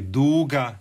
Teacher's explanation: Onda imamo sunce, to je dug naglasak i penje se intonacija pa zatim pada, i imamo ovaj duga, to je samo uzlazni naglasak, isto je dug